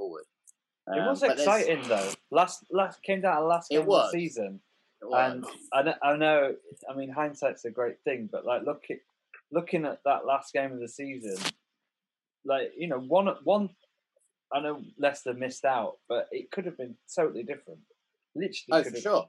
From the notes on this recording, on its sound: We had to revert back to zoom this week due to scheduling issues.